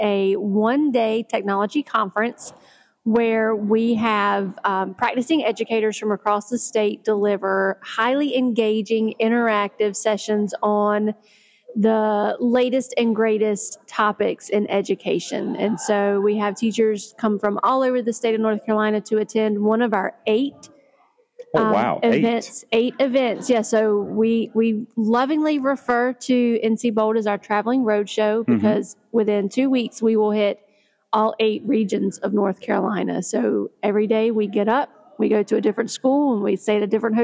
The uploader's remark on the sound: On Location at NCBOLD